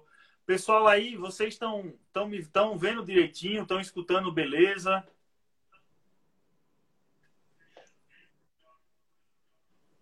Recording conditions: video call